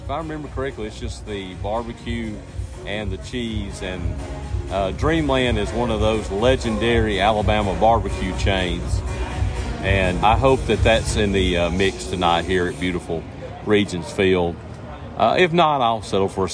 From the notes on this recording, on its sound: Recorded together in person in Birmingham, Alabama. We recorded live together from inside Regions Field, home of the Double-A Birmingham Barons.